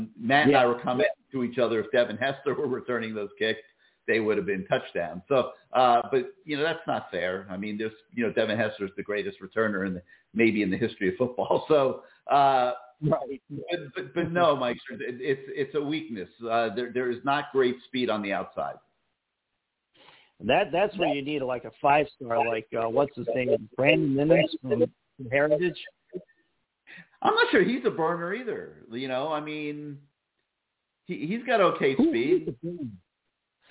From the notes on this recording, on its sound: CaneSport Live Call In Lines